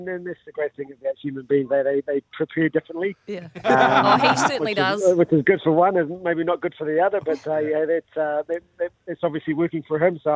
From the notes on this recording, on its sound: We are joined on the phone.